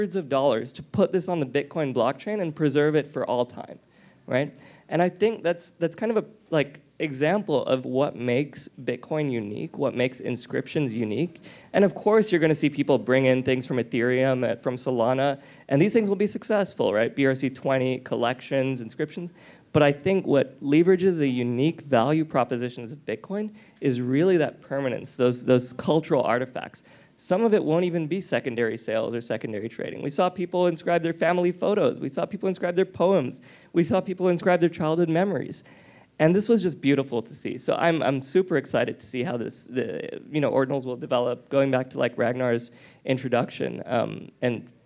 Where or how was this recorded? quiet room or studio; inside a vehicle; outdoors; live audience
live audience